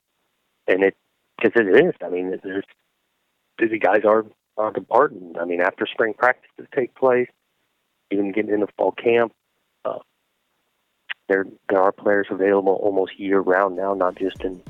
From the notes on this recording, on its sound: got on the phone with Oregon State Head Coach